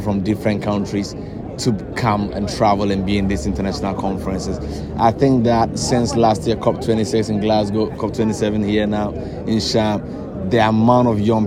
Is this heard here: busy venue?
yes